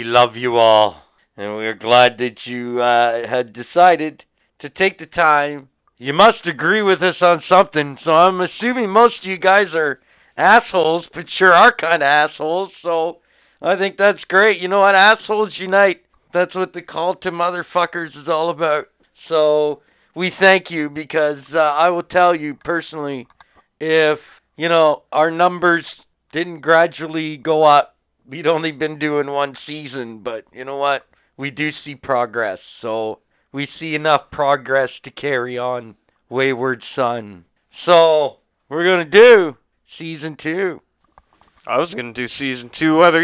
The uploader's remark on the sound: Surprise guest phone call